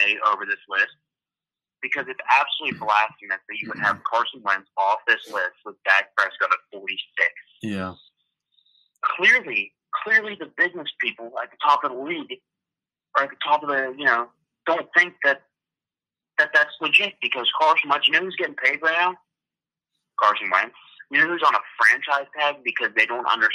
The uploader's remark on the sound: on the phone